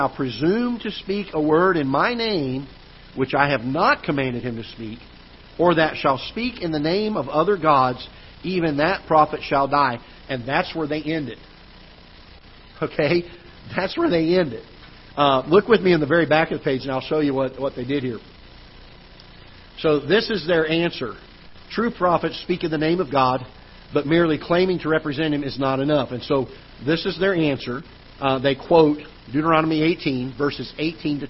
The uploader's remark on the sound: Ketha Heights Baptist Church ~ Live Broadcast